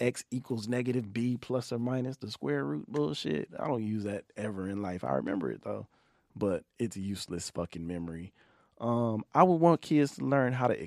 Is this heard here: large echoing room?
no